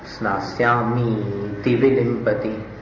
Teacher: मीति ती को दीर्घ मत बोलिए